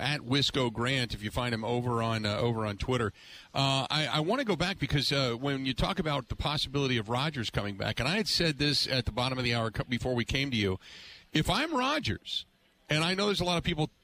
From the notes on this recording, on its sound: live from the New Berlin Ale House